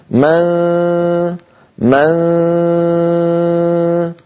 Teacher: يصاحب صوت الغنة صويت من الفم بسبب عدم انغلاق مخرج النون. مخرج النون ما عاد استعملناه، نحن الآن انتقلنا لمخرج قرب الدال قرب التاء اللي هو الجزء اللساني.